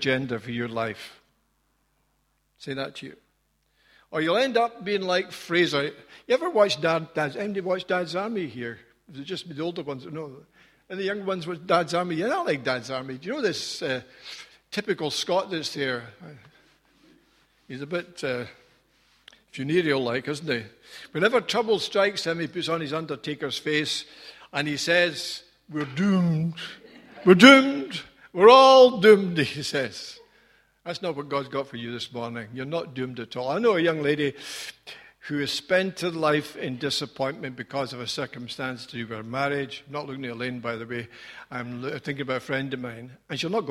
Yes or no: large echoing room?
yes